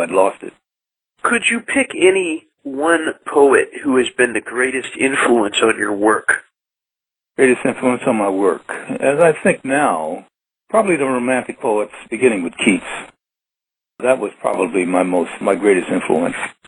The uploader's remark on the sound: Agreed to be interviewed by telephone. Is being presented as a historical recording.